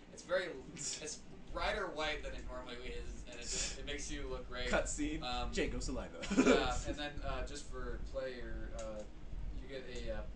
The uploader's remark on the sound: The one with poor audio